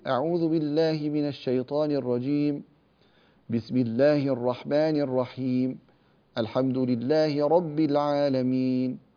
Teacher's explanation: قطع الجميع بأن تسكت على كل واحدة وتأخذ نفسا